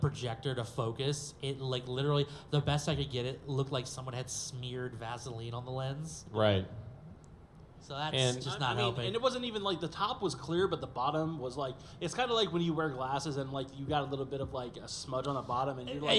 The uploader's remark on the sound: we're live at Farpoint 2020!